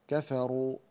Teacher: الراء المضمومة هنا لورش مسبوقة بفتح فهي مفخمة عند كل القراء